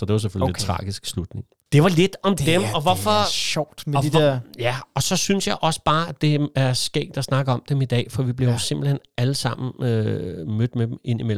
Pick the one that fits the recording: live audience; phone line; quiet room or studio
quiet room or studio